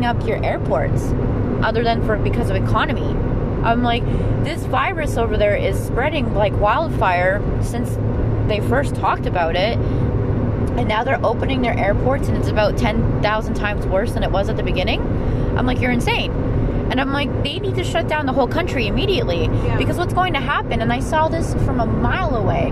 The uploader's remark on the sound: during a drive in the car